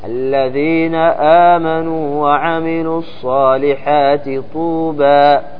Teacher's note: يسكن التاء ثم يضغمها في الطاء